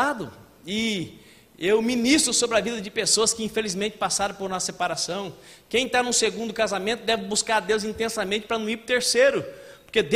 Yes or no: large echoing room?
yes